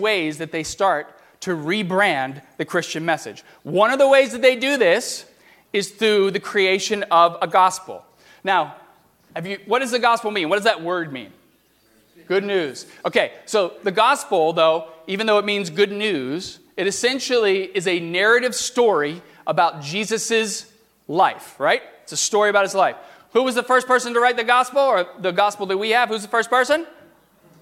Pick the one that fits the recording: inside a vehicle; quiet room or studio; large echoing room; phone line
large echoing room